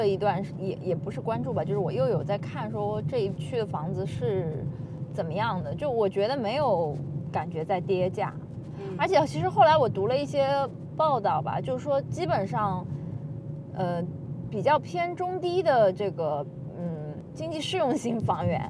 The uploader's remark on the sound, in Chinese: 喜提新居钥匙当天的车内录音。